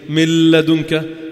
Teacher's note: فاجت النون عبطت للام لكن بدون ما تطلع صوت غني